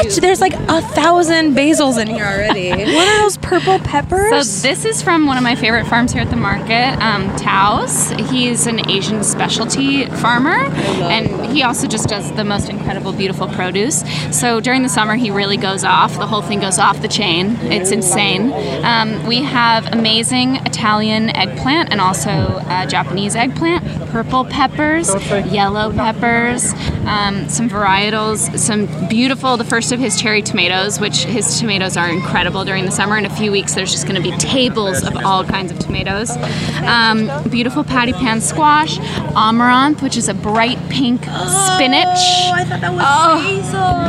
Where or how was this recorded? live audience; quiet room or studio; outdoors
outdoors